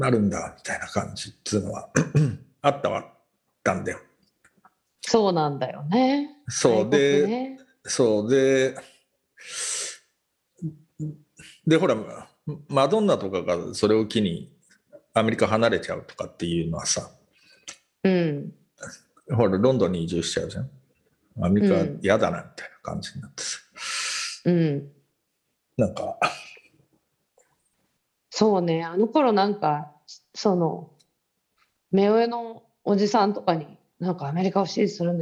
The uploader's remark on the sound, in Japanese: 本収録はビデオ会議サービス「Zoom」を使用し。一部聞き取りづらい箇所があります。